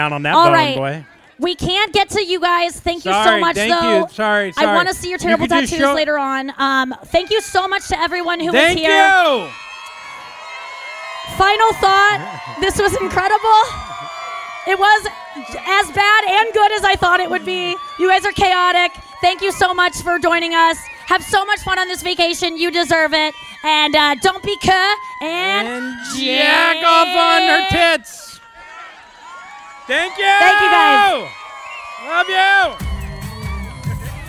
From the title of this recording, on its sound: Live From JUST FOR LAUGHS ESCAPES - CANCÚN!